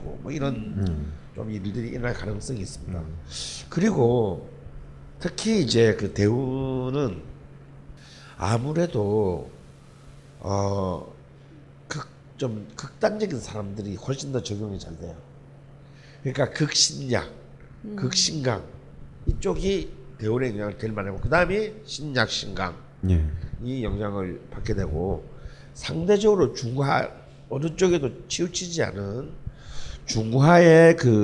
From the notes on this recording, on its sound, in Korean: 우리는 여전히 뻘쭘한 공개방송 중입니다.